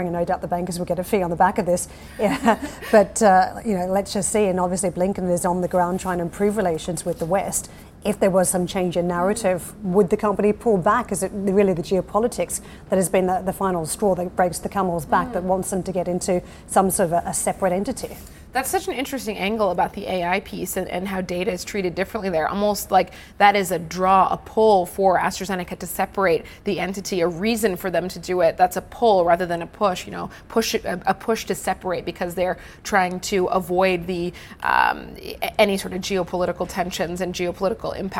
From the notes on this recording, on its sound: we are live at the Paris Airshow